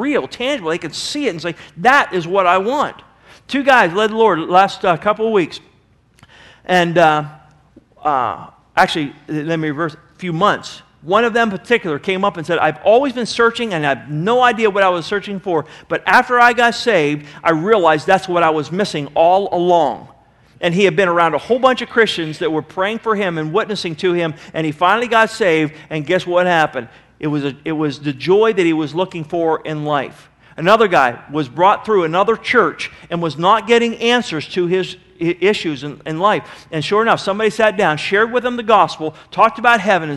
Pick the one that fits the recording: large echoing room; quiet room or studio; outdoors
large echoing room